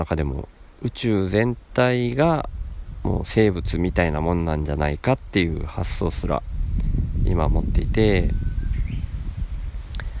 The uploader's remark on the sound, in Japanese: 何か、録音する予定っじゃなかったんだけど、川の脇で急に録りたくなって、そのまま腰かけて録音